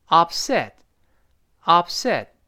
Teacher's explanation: up 收嘴，尽管没有喷，没有喷出来，但是动作得做。那然后 set，最后那个 t 也听不到了。李老师讲过，单词末尾的 t 和 the 读快之后失去宝珀。那我们读一下这个形容词，注意，重音在后面。upset。upset。当然读慢了依然能听到 upset。最后那个 t 有，读得飞快的时候 upset，upset，最后 t 失去宝珀了。那舌尖顶 · Term: 失去爆破